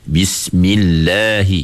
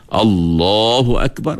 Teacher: Kerana sebelum Allah bagi atas, lam kena tebal. · Shown in: second take